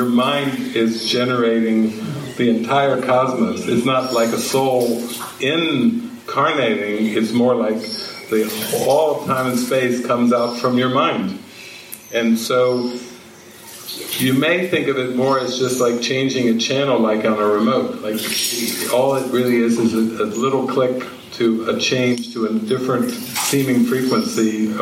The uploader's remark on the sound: This session was recorded during a weekend retreat at the Sitio Gloria retreat center outside of Sāo Paulo, Brazil, in the morning of December 1, 2019.